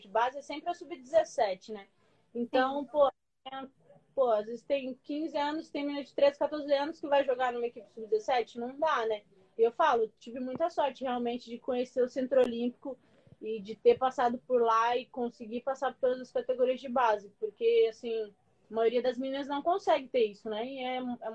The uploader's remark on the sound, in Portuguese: Rolou uma live no meu instagram